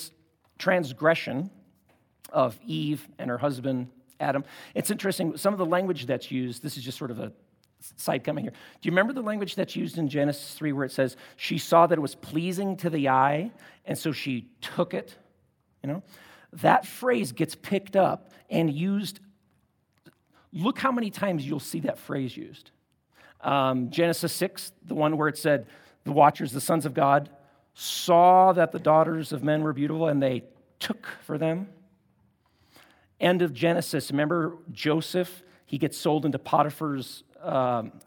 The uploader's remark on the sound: at Timberline Church